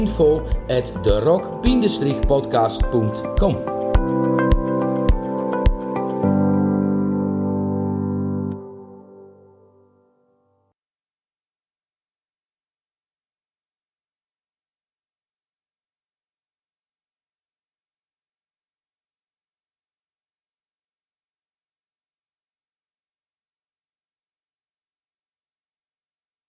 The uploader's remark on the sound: the audio is recorded while driving the car